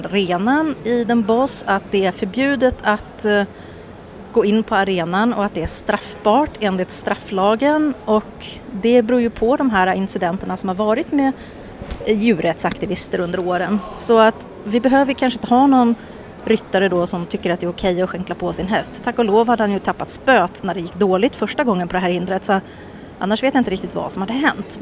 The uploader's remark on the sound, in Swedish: Poddat live från en spånbal vid entrén till Brabanthallen i den Bosch, Holland